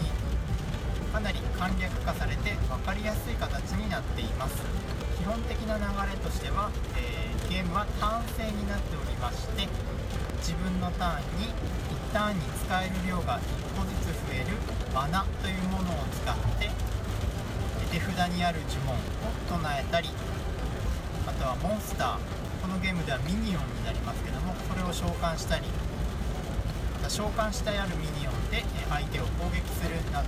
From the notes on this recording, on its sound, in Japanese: 雨天、運転中の録音だったため、いつも以上に雑音が多いです